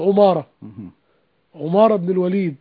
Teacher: مثلا انا كنت اقول خطأ عن عمارة ابن الوليد، فوجدت انه هذا الاسم لا ينطقه العرب بكسر العين كما هو شائع على ألسنتنا طلاب العلم، لكن هو بالضم عمارة، عمارة ابن الوليد.